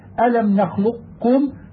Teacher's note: وإذا سكنت القاف قبل الكاف وجب إدغامها في الكاف لقرب المخرجين ويبقى لفظ الاستعلاء الذي في القاف ظاهرا